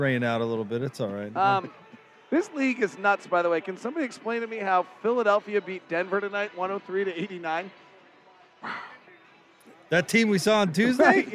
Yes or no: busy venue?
yes